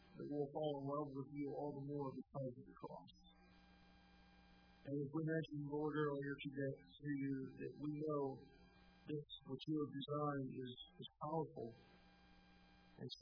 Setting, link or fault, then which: setting, large echoing room